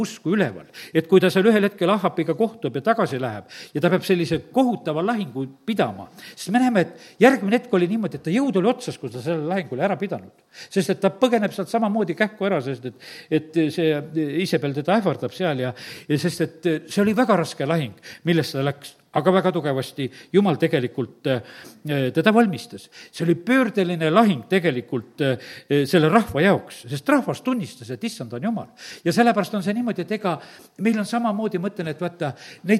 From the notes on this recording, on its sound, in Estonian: Audio salvestus koosolekult